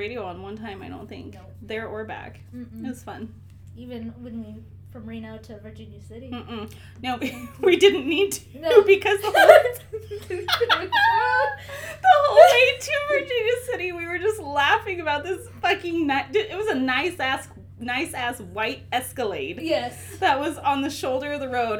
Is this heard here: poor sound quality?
yes